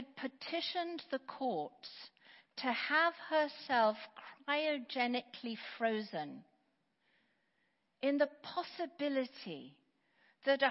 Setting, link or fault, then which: setting, large echoing room